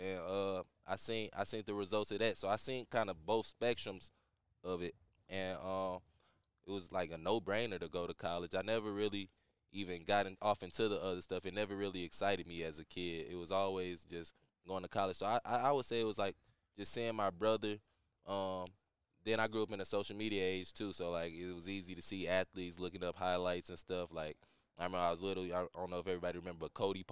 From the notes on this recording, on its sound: We are live on location at the Friday Night Lights Youth Football Camp, hosted by KDP Athletics.